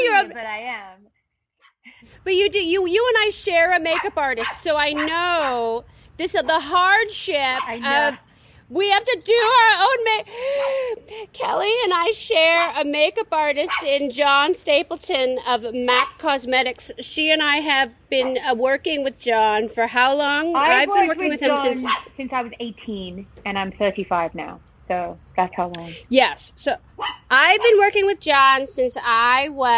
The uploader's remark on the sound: Pups demand attention throughout the conversation, so of course, they get introduced to one another via Zoom.